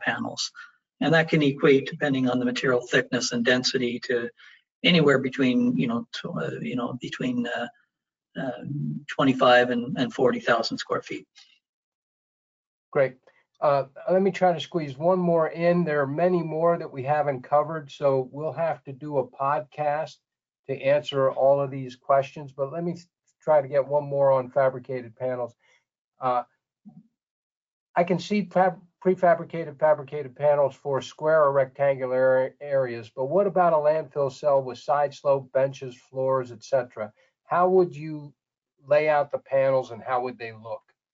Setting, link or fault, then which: link, video call